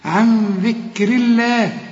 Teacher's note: النون هنا اخفيها وغنها علشان الذال دي من حروف الإخفاء، وطلع طبعا لسانك في الذال